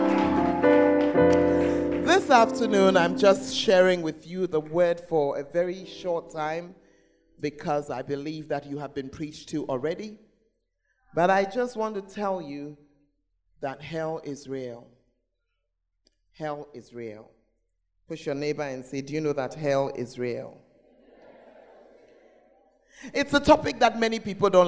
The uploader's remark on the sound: Preached At The First Love Church Ayeduase (Gathering Service)